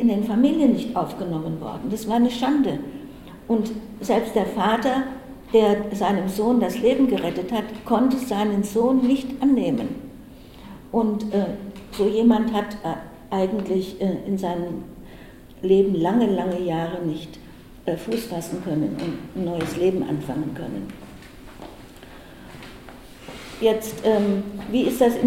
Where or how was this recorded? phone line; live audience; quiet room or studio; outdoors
live audience